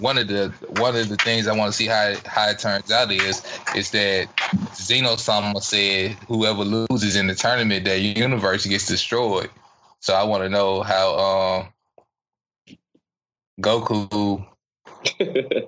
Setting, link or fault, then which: fault, poor sound quality